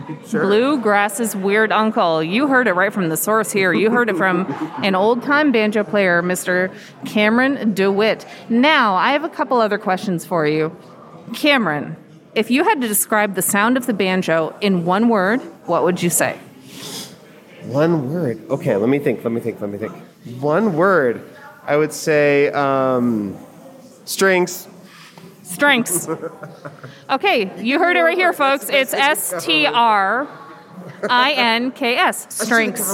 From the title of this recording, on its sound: IBMA "Man on the Street" Interviews!